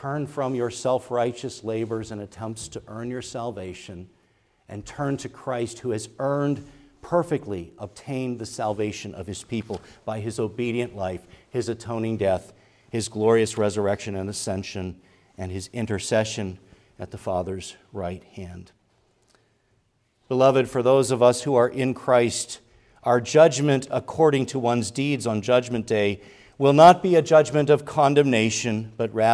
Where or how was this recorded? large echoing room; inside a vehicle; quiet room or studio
large echoing room